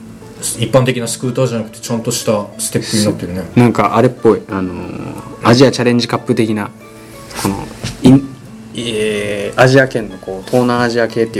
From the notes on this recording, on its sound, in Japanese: 今回もマイクの設定をミスってしまい、雑音多めです。貸し切ったスタジオの真ん前で道路工事してやがりました。ガガガガと音が入っちゃいました。